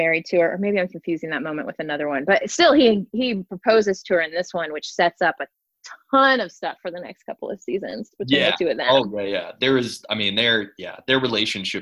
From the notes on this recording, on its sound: talk via Zoom (sorry about the audio)